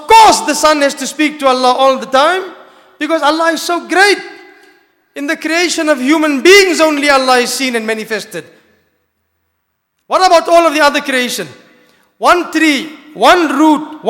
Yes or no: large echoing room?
yes